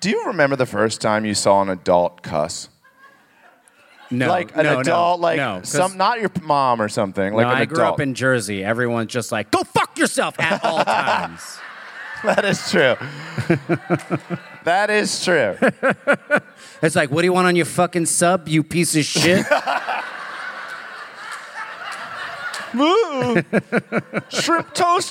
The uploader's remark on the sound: Live from Minneapolis